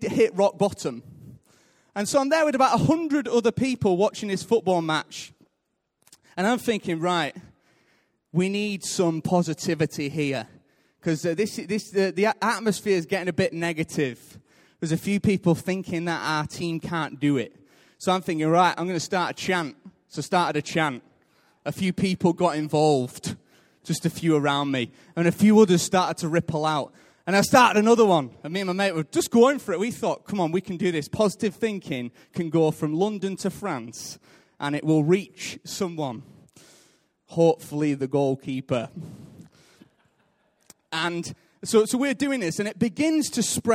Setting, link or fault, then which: setting, large echoing room